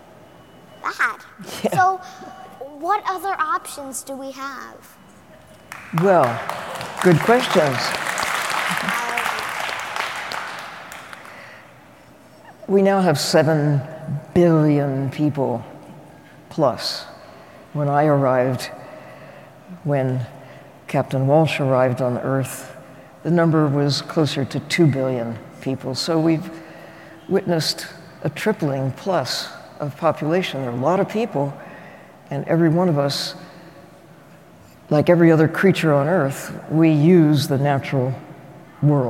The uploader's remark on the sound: Another live taping of The Show About Science. This episode was recorded in front of a live audience at Fort Mason in San Francisco. Everyone at the Coal+Ice Festival.